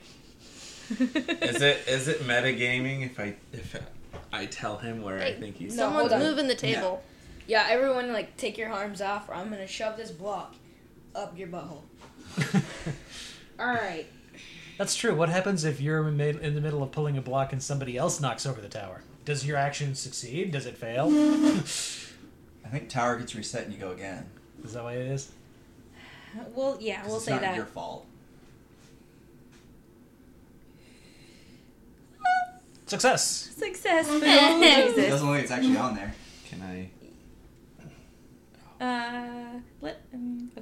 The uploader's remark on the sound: We had a little bit of background noises that were difficult to edit out